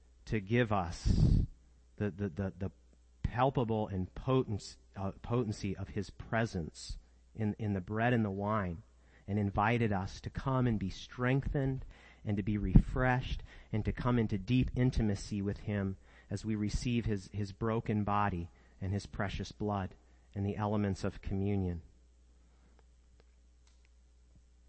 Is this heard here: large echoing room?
yes